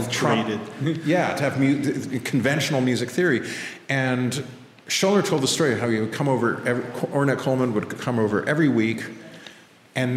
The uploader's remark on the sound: Live in Lily Dale. They also had the honour of launching the symposium with a live recording held on the evening of the July 27th.